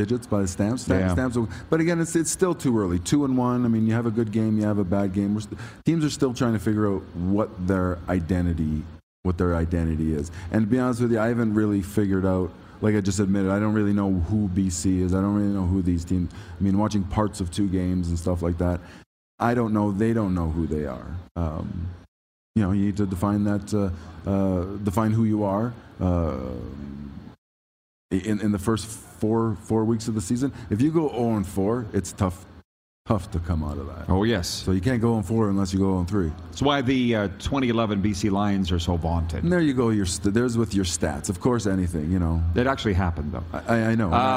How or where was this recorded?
busy venue